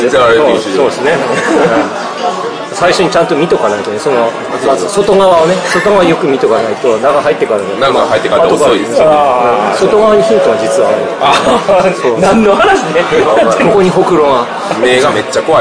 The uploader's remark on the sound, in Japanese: ゲームマーケットで収録。ゲームマーケット2017秋の１日目終了後の打ち上げ会にて。